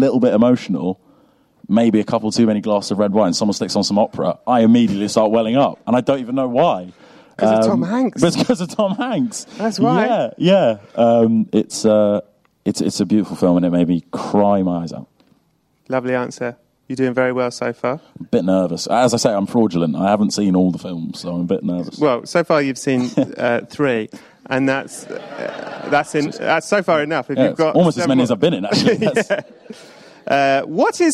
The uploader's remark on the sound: This week is a live special recorded at the BFI! The excellent day-long podcast festival ‘Podstock’ at the BFI, with a stellar line up of live shows and goodness from start to end. This is basically the entire show, with a few small edits for audio (as, obviously, you can’t see the stage on this podcast - so some things wouldn’t have made a lot of sense without the visuals!).